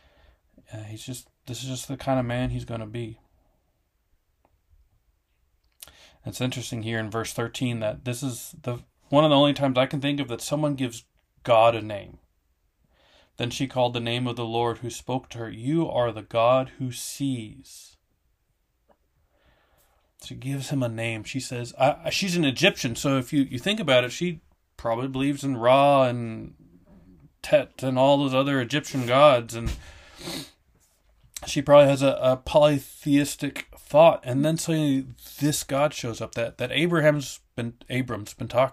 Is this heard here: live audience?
no